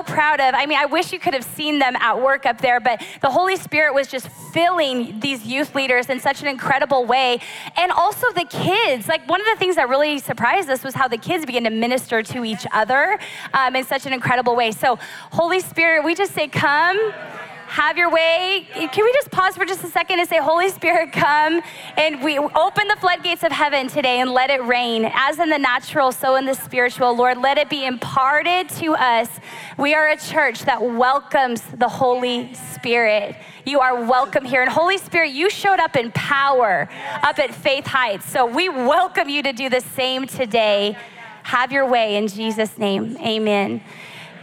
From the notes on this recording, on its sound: Recorded live at Capital Church in Meridian, Idaho